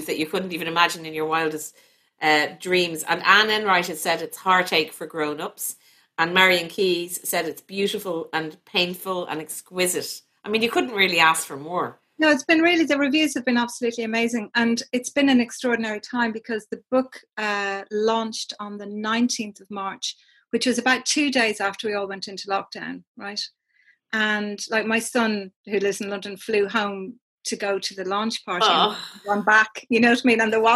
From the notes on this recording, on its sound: happened on Zoom in front of an audience of 250